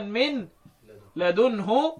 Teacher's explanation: يعني هشير فقط الى حركه الايه الضم. هي اصلها كانت مضمومه فانا هنطقها بسكون، ولكني مع السكون هعمل ايه؟ هضم الشفتين اشاره الى ان اصلها الضم. قال لك وفي ومن لدنه في الضم، يعني في الضمه بتاعتها اسكن مشمه. · Term: الاسكان مع الاشمام